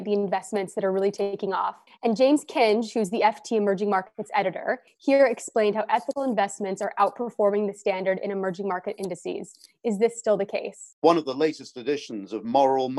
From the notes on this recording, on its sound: joined on Zoom